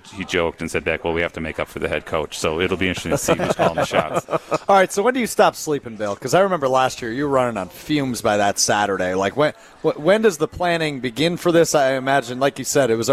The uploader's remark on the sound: LIVE from Ruth's Chris in Middleton